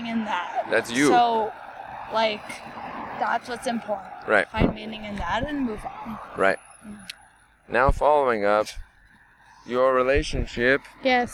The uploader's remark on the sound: We recorded this one on a sidewalk of a street in Los Angeles. First recording on a public sidewalk with people walking.